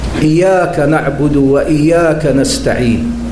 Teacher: وكذلك، وهذه لأنها تقع من كثير من القراء، إياك نعبد وإياك نستعين، النطق بإياك بتخفيف الياء هذا أفسد المعنى، لأن الإياك الشمس، فكأنه يقول نعبد الشمس ونستعين بها، فلا بد أن يظهر التشديد هنا، إياك نعبد وإياك نستعين.